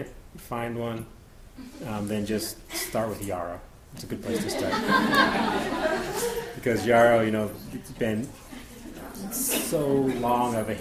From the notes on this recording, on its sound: Presented at the 2016 Lost Secrets of Renaissance Medicine Conference.